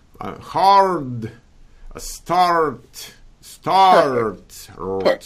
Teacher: the R before the D or before the T is very strong. It's not hard and start.